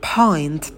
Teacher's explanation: На звуке «п» не забывайте про придыхание. Произносим на выдохе.